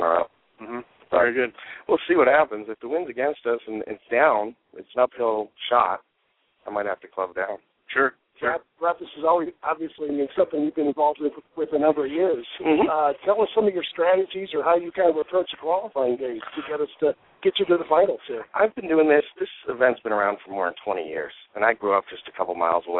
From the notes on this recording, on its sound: broadcast LIVE from the Finals of the Fiesta Bowl Hole In One event at the Arizona Biltmore Resort